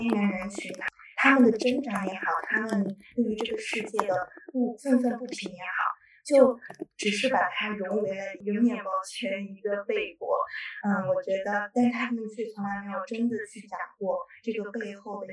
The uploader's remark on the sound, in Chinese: 由于录制原因，此次音频质量不佳，下次会做得更好，请见谅。